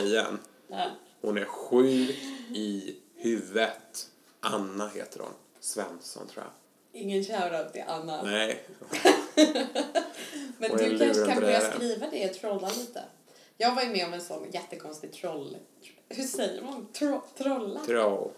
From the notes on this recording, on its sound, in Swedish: Vi är tillbaka med lika dålig ljudkvalitet som vanligt